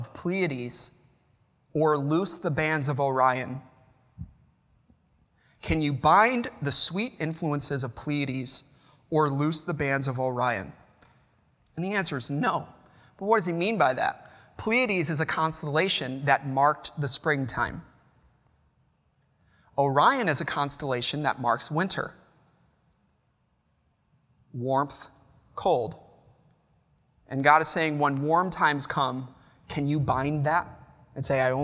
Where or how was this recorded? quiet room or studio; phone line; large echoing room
large echoing room